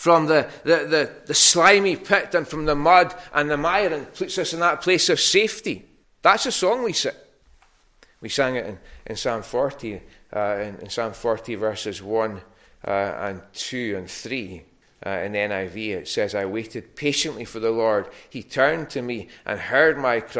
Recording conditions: large echoing room